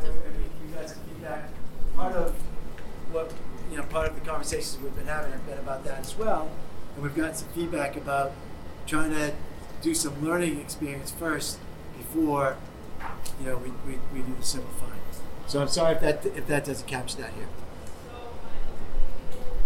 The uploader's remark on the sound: This is the recording of the public meeting, held at Holyoke High School, North Campus, regarding the random searches policy. Met with students, teachers, parents, and community members.